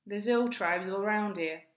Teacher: The consonant sounds at the ends of these words join to the vowel sounds in the next one. · Bronn doesn't pronounce the h sound in hill or here. This happens in some accents of English or when we speak really fast. · Term: Joining sounds